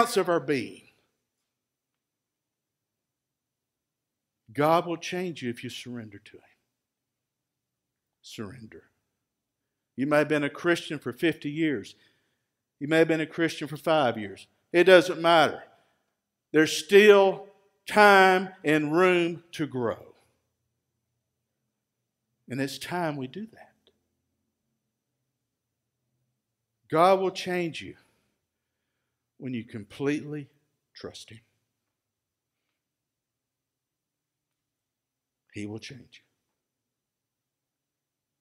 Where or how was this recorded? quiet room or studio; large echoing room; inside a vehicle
large echoing room